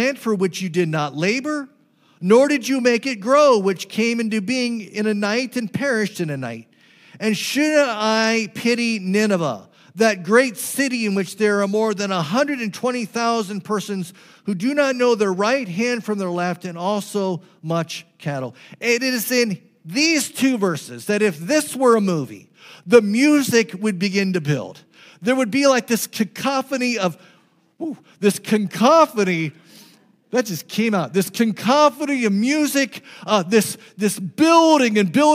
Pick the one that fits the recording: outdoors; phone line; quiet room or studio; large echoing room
large echoing room